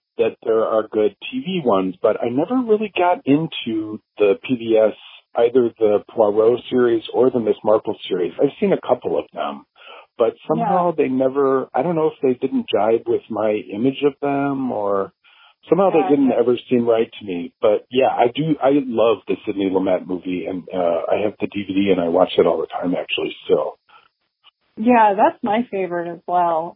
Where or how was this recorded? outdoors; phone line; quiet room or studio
phone line